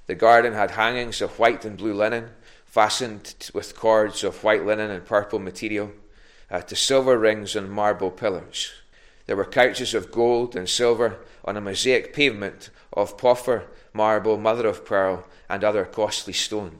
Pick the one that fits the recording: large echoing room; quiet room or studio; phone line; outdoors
large echoing room